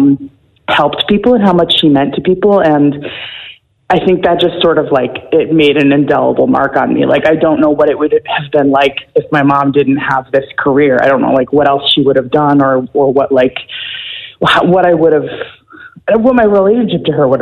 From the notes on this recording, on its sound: wanted to call